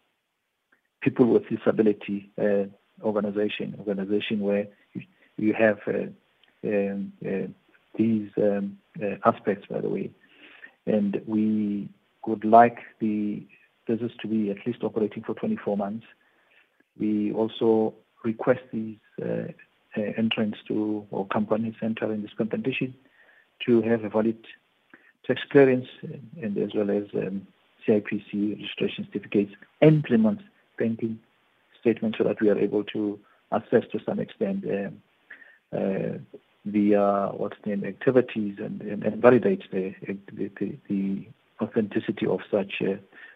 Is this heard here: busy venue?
no